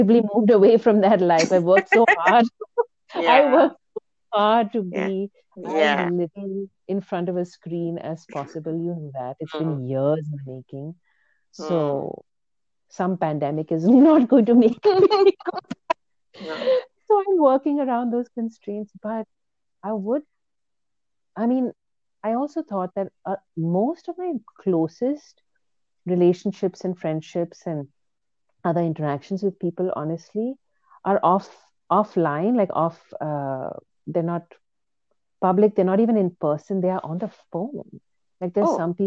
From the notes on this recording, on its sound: A tech test inadvertently turns into a first episode! The sounds quality is very poor (lots of scratches and drops).